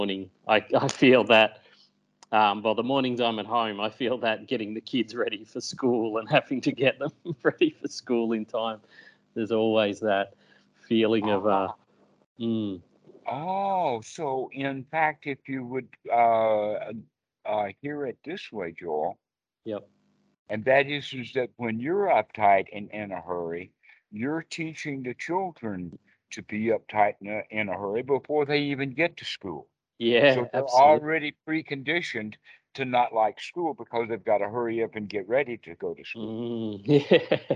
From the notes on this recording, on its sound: Skype calls on this channel.